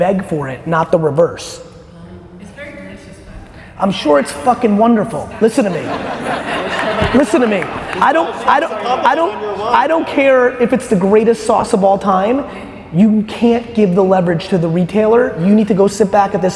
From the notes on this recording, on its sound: got the opportunity to answer Q&amp;A from the crowd!